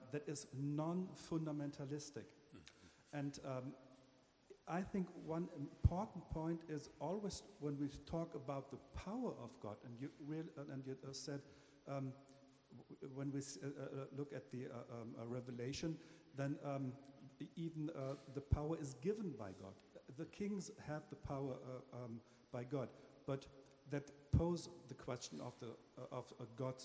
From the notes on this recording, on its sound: At Duke Divinity School’s Goodson Chapel as part of the McDonald Agape Foundation’s Conference on Revelation.